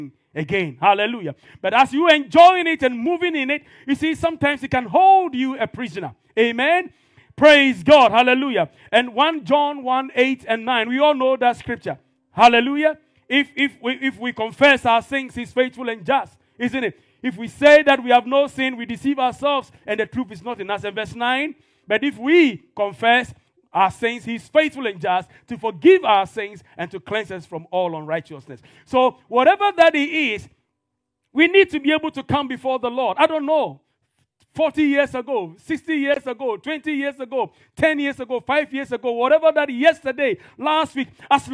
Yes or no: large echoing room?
yes